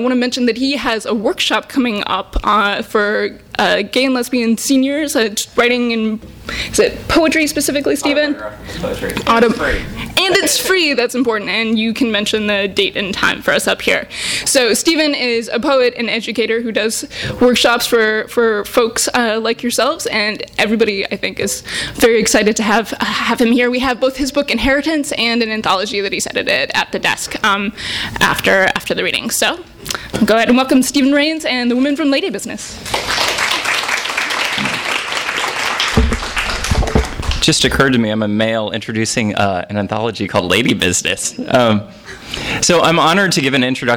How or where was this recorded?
live audience